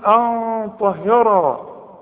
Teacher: ان طهرة، شوف الغنة دي طلعت ازاي تخينة، شوف ان طلعت من الخيشوم، ايوة اللي هي الانف هنا. ان طهرة ليه؟ علشان الغنة دي جنب الطاء، والطاء مفخمة، واللي يجاور السعيد يسعد.